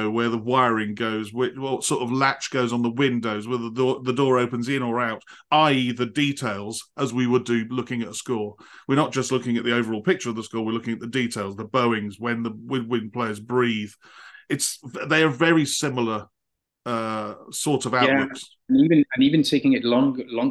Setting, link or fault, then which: link, video call